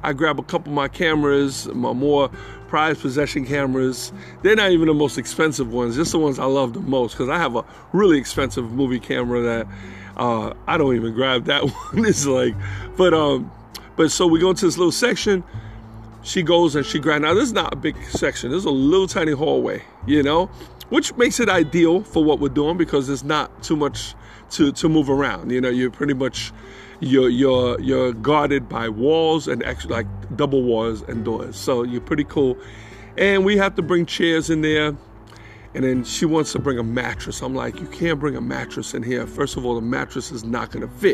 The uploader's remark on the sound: In this Episode, I record from outside my house.